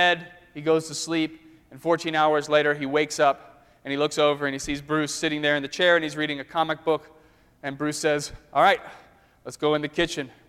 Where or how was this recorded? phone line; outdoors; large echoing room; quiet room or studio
large echoing room